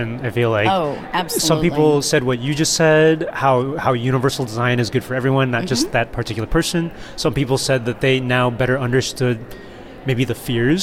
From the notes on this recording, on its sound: SXSW EDU Live. Recorded in the middle of South-by-Southwest (SXSW) EDU 2018.